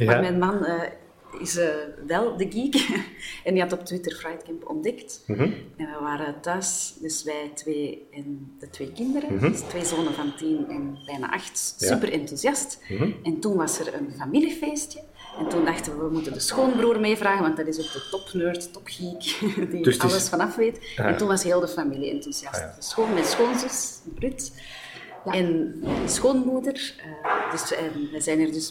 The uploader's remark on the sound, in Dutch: Werd opgenomen op Fri3d Camp 2016. Dat is een rasecht hackercamp, maar dan wel gezinsvriendelijk. Op de laatste dag van Fri3d Camp haalde ik twee newbies voor de microfoon.